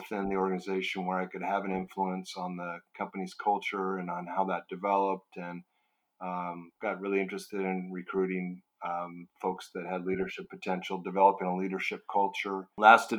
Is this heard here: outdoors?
no